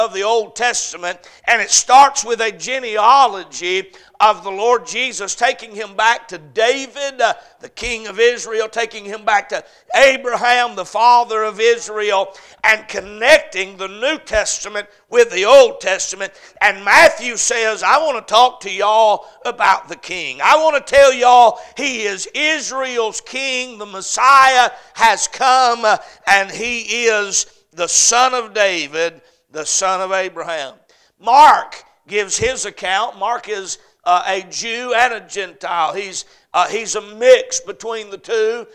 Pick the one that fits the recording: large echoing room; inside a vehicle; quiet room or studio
large echoing room